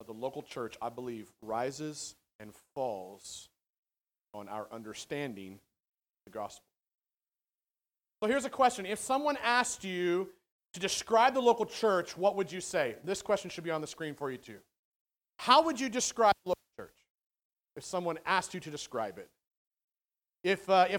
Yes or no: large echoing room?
yes